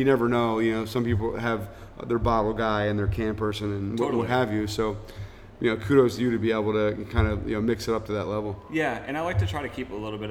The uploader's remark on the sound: We recorded this episode live in 3D at Counter Weight Brewing Co. In Hamden, CT.